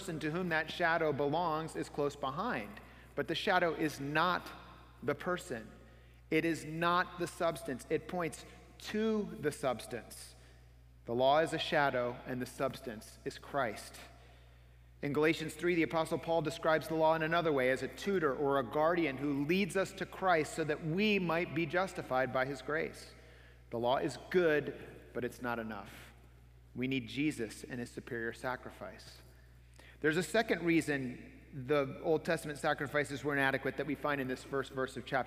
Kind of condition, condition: setting, large echoing room